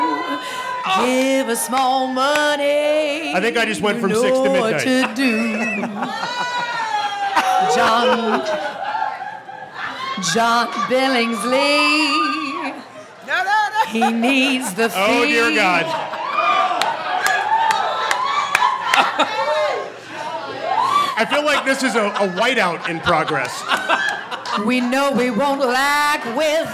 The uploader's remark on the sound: the exclusive live audio of Trek Geeks: Live in Las Vegas from FanGeeks Party 2023